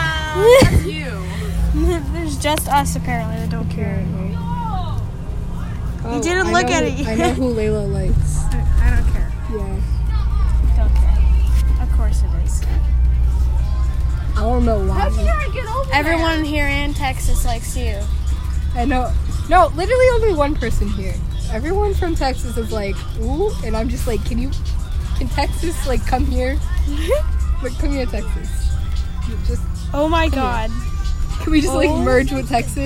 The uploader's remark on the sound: Recorded on a bus